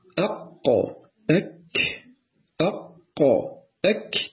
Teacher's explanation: تجد أن القاف أقرب إلى الحلق